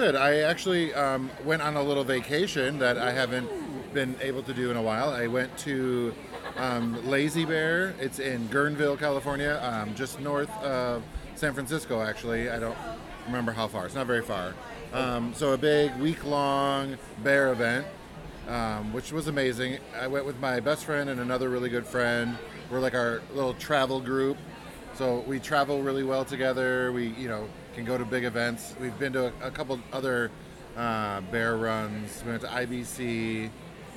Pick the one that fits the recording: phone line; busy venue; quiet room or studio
busy venue